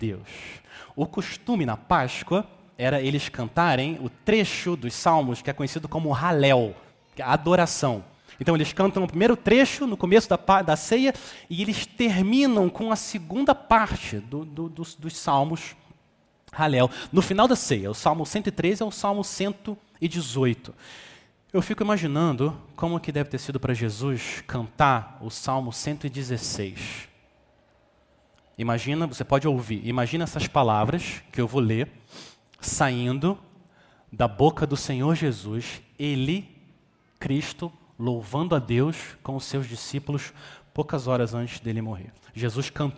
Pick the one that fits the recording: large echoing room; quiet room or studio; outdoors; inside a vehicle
large echoing room